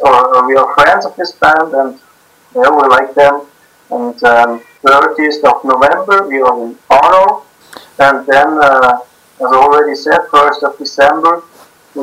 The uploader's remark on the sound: Sound quality isnt great, must be the highlands and mountains!